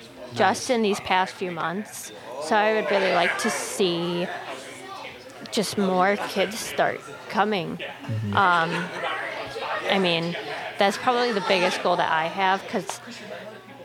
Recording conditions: background noise